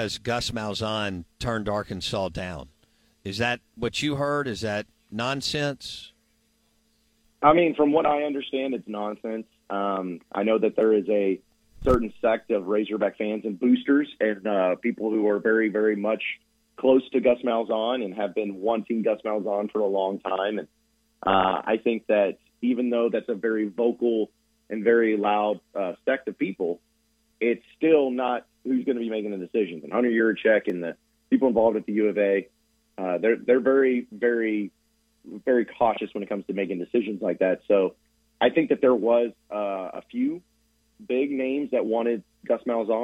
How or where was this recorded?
phone line